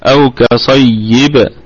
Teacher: الباء في حالة الوقف ستكون قلقلة وسطى متطرفة لأنها ساكنة متطرفة، طبعا وصلا هي قلقلة نسبية لأنها ستكون متحركة.